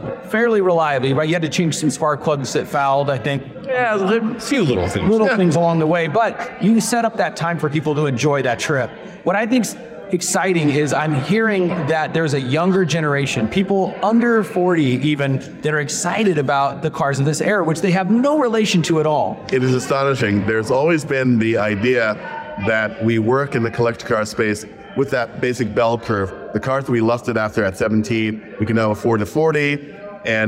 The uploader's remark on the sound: On the road at the Chattanooga Motorcar Festival